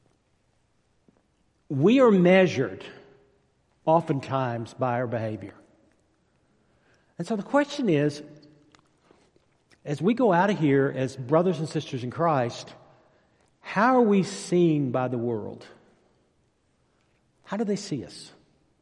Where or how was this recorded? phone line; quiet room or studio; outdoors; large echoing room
large echoing room